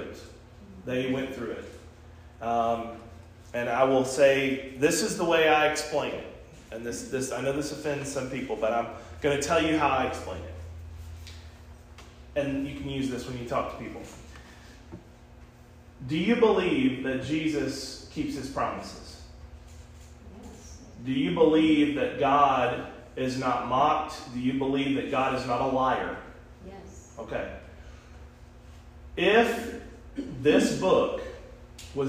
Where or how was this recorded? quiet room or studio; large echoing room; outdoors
large echoing room